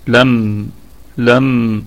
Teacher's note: الميم ساكنة في الدرجة الرابعة من درجات الغنة، طبعا نقف عليها بوجه واحد فقط بالسكون، لم لم، ونراعي الصفة البينية في الميم، يعني هي بين الشدة والرخاوة، لم لم.